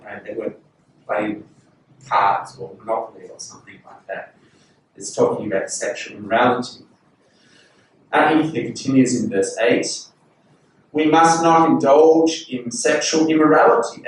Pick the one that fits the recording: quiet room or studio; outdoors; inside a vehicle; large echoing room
large echoing room